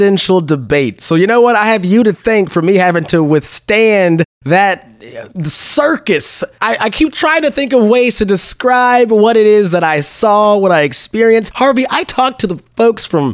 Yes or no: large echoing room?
no